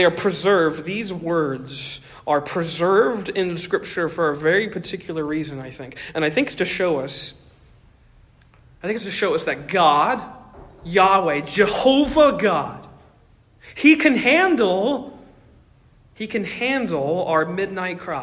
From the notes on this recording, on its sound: Originally delivered 23 July 2023 at Stonington Baptist Church, Paxinos, PA